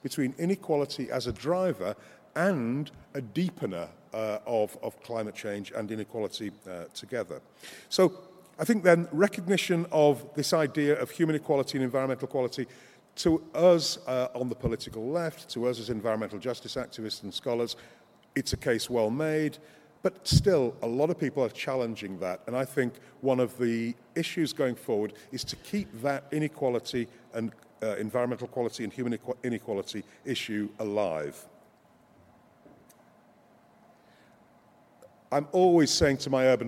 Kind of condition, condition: setting, live audience